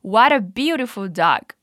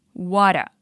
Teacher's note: Perceba que aqui a gente tem uma junção do som de what, que significa que, com a, que significa um ou uma. E é bem comum pronunciar assim, water.